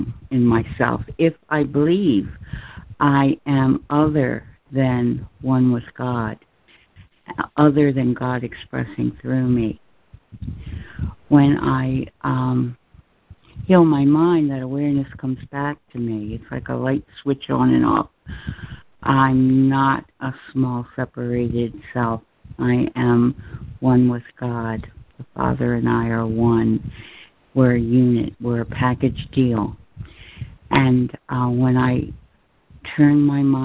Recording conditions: phone line